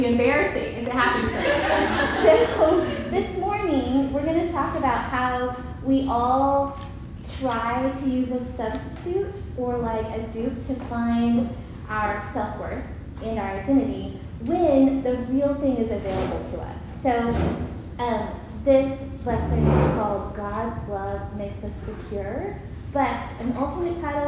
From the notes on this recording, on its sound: Recorded at Union Church.